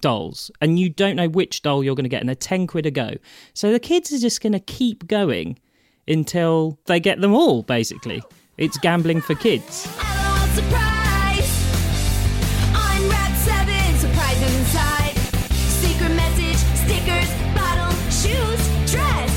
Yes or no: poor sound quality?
no